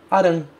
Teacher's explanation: Esse R é que aparece como substituto do L.